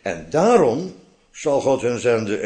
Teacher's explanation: ik zeg niet en, niet de klemtoon op en, maar de klemtoon op daarom